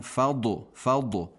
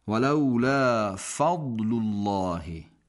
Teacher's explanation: اصلا قلقله و حرکتی و تکانی در زاد ساکن نباید شنیده بشه · Shown in: second take